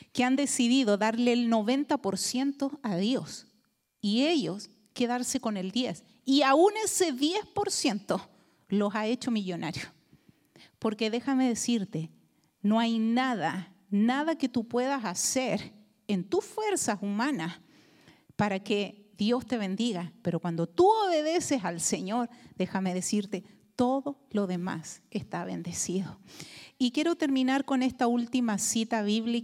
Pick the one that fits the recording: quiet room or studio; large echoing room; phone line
large echoing room